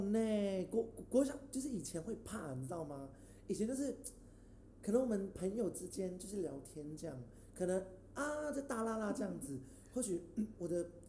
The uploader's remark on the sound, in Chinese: 音量上面會時而大聲時而小聲。整集也因為在開放空間錄製 聲音很小。